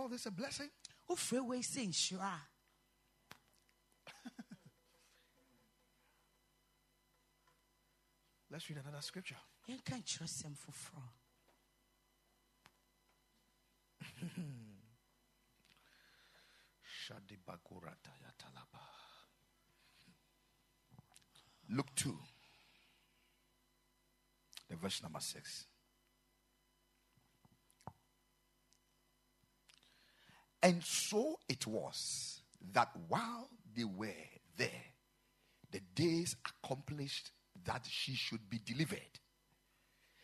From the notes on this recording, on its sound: Preached at the Ekklesia Campus